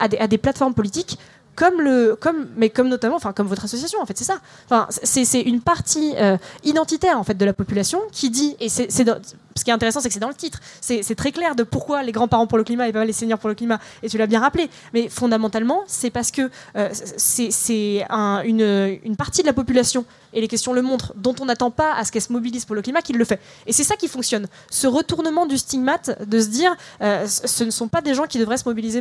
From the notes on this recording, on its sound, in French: Conférence enregistrée en public à la REcyclerie, lors du 1er Schnocks Festival.